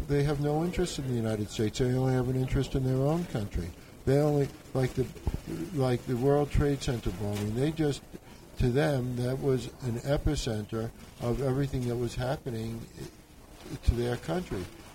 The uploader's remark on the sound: Coming to you live from the 2011 Garden City Cannabis Expo in Missoula Montana at the university.